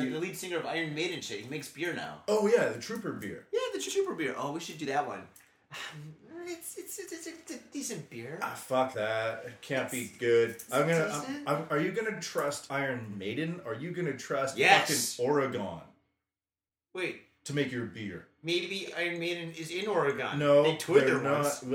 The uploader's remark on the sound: This weeks show is cut short cuz we are having technical difficulties with our mic, we have learned the hard way that microphones can't swim in booze….